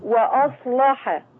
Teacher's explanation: وطبعا اللام مغلظة بتاعت وأصلح